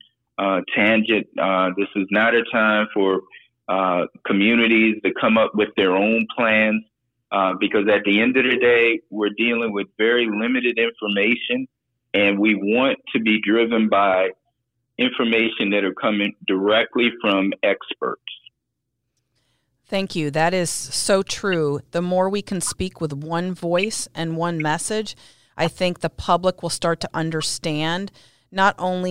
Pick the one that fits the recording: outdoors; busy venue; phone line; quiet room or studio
phone line